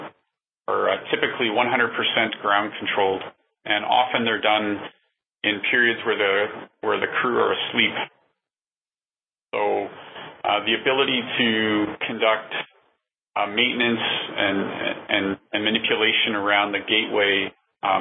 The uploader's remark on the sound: The talk was part of NASA’s Future in Space Operations weekly teleconference series from mid-2018.